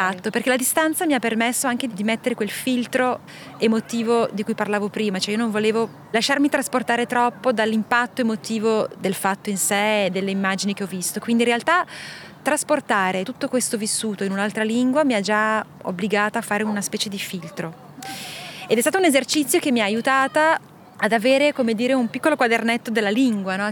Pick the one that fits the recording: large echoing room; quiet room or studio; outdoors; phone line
outdoors